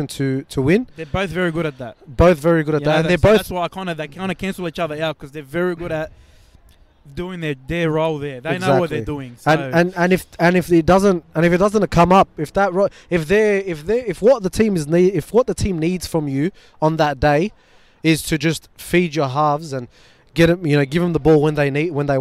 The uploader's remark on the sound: ON LOCATION from ANZ Stadium